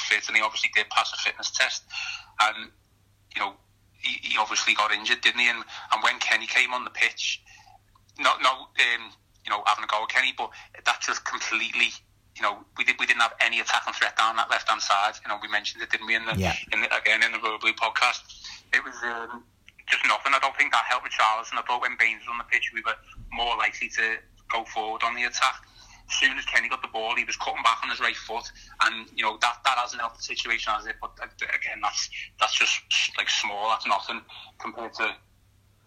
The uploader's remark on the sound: Picks up the phone to season-ticket holder. With every word the Blues boss had to say in his press conference after the game.